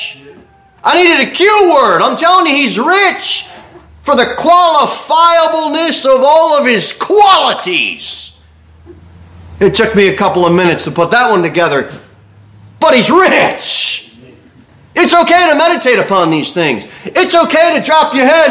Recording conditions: large echoing room